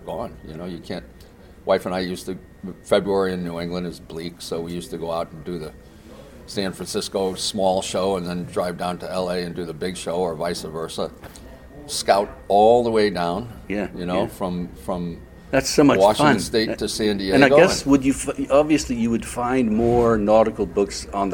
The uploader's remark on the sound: This is what we met to discuss at The Boston Antiquarian Book Fair.